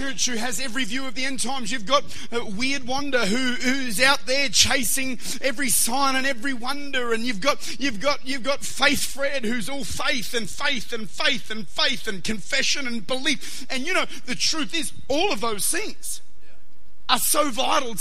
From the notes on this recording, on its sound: Recorded at Lifepoint Church, Adelaide.